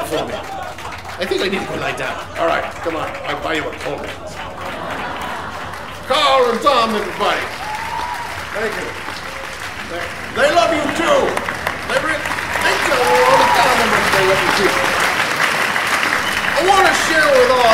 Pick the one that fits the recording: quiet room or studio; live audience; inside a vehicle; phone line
live audience